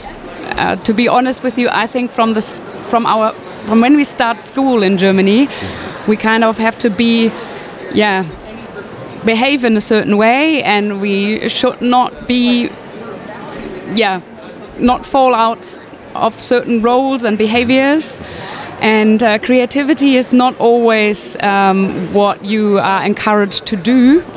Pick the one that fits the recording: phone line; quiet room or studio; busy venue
busy venue